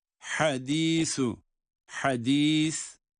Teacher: İşte buradaki ha boğazın ortasından.